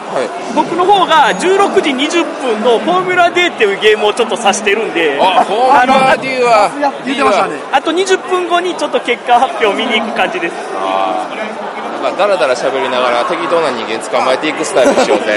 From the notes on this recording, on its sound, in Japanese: 第5回ボードゲームフリーマーケット in 新大阪｣に遊びに行ってきました！歩いて収録しました！